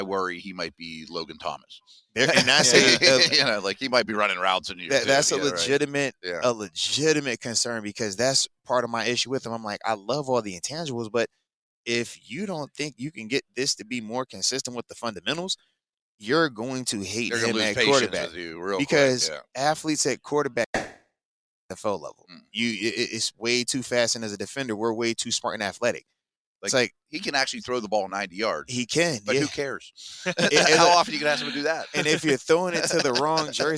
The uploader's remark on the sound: The Blitz LIVE from the NFL Combine.